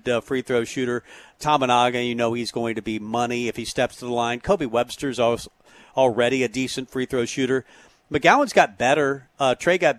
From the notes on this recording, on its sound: Tailgate Tuesday live from Chick-Fil-A